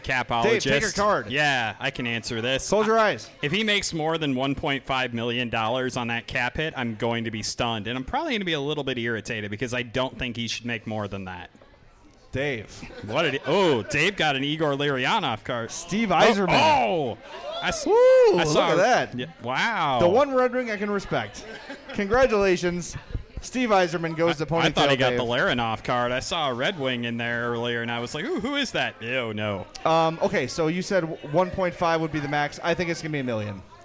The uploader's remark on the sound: Live at Chuck's. In this very special live edition of the Madhouse Podcast. From Chuck's in Darien.